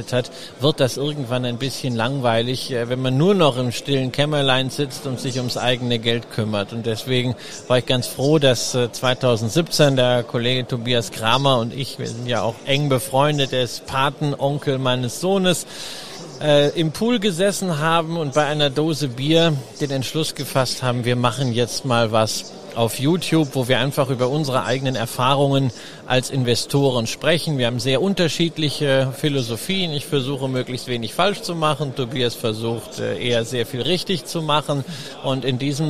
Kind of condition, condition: setting, busy venue